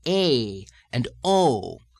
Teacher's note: A and O in American pronunciation are already diphthongal forms